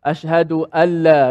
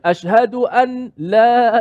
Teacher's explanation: Maka dibaca dengan idgham, memasukkan huruf mati ke dalam huruf yang berbaris selepasnya. · Shown in: first take · Maka di sini dipanggil idgham bila gunnah.